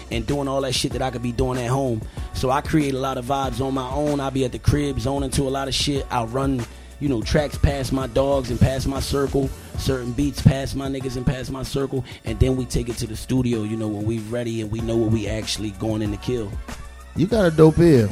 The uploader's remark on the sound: Live from Swig LoungeCamden, NJ